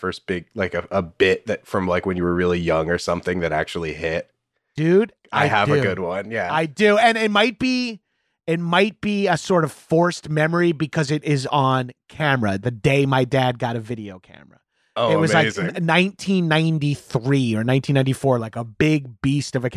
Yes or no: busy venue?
no